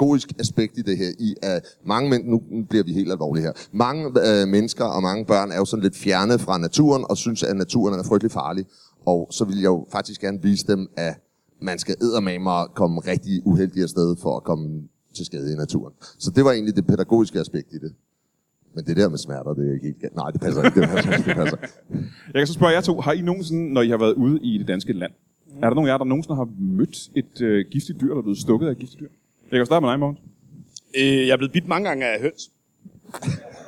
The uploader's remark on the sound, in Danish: LIVE fra Comedy Zoo København